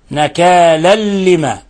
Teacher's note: تنوين جاء بعده حرف اللام وهذا الحكم التجويدي إدغام بغير غنة نكالا لما هكذا يقرأ يعني لا تظهر النون نكالا لما بين